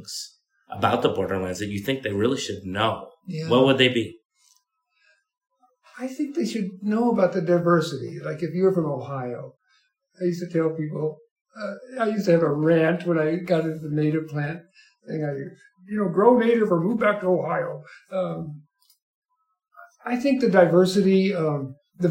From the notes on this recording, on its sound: I am moving (within Tucson) and somehow lost my recorder. I apologize if the sound is off at all.